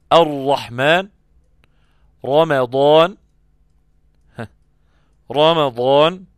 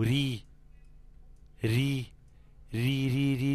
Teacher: الراء المفخمة تختلف عن الراء المرققة، أن الراء المفخمة فيها استعلاء في منطقة الأقصى